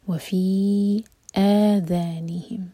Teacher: فی کے بعد حمزہ کا کٹ آف ساؤنڈ آنا چاہیے